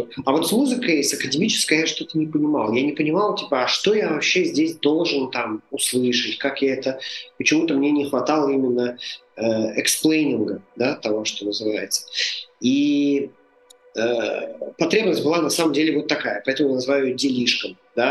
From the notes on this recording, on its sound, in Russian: Простите, пожалуйста, за звук Записывали дистанционно из разных городов, больше так не будем!